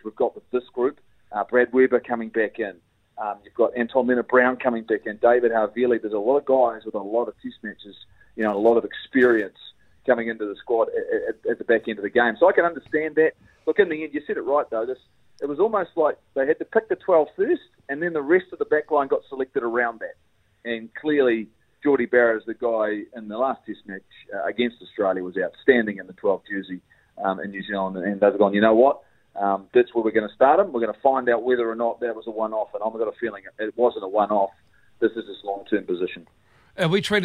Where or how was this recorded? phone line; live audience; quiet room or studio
phone line